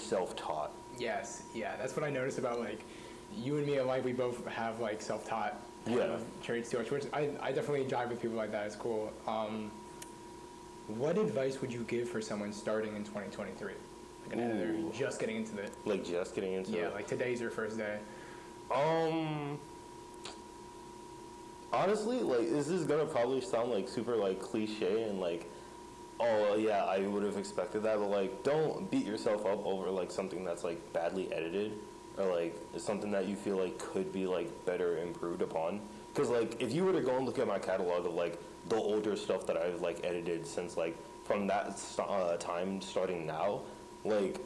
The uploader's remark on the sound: Sorry for the audio issues.